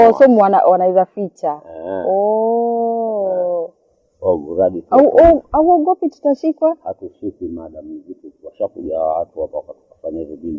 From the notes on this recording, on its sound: This episode was recorded under challenging circumstances, our team has put efforts to ensure the audio is audible, earphones are advised.